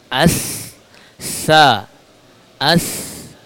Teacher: Ketika mengucapkannya, ujung bertemu ujung, yaitu ujung lidah bertemu dengan ujung gigi seri atas · Term: huruf sa